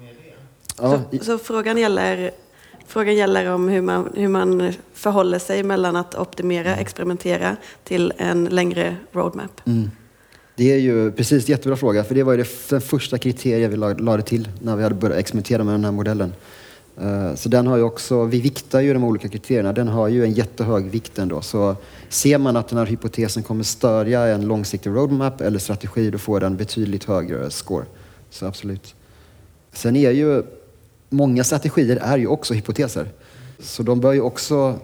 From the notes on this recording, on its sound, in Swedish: Detta är Growthpoddens första live podcast inspelat på konferensen Next Data i Stockholm.